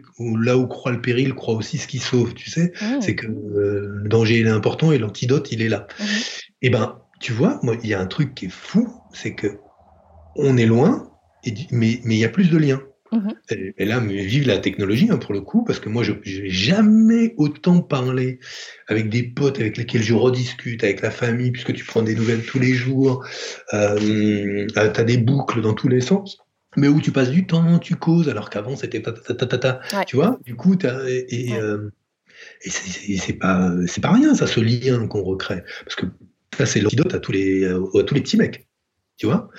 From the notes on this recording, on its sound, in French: Depuis sa masure dans l’sud-ouest, reçoit sur Skype celles et ceux qui se sont déjà assis·es sur le velours de son canap’. Cet épisode a été enregistré en confinement.